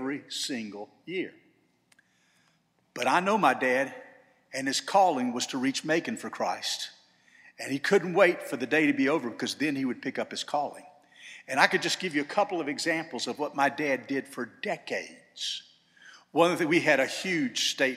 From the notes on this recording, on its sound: This sermon was delivered on October 15, 2023 at First Baptist Church Hendersonville, NC.